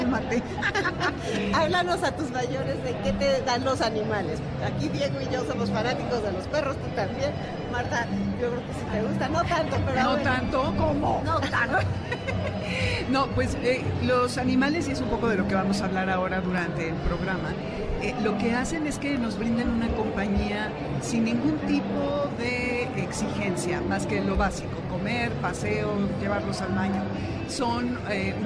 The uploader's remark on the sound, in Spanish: Desde El Festival Del Adulto Mayor 2022. Este sábado transmitiremos en vivo desde el WTC en el marco del Festival del Adulto Mayor.